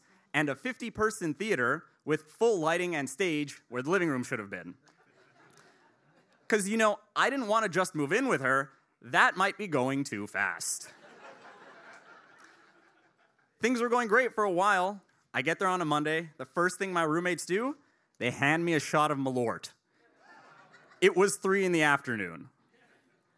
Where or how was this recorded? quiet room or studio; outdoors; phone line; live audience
live audience